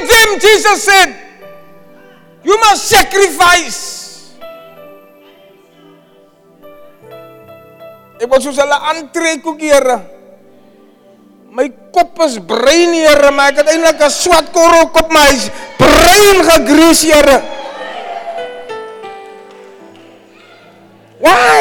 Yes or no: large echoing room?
yes